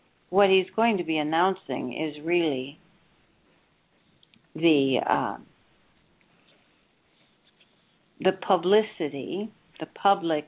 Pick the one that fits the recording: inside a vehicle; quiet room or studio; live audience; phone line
phone line